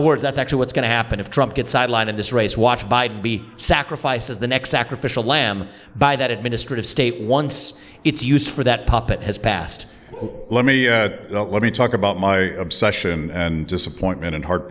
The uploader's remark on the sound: At this year’s annual Porcupine Freedom Festival in New Hampshire